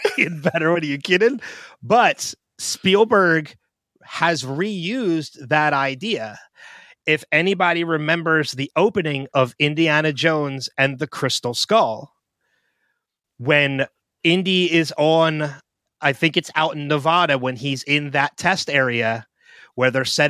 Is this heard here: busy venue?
no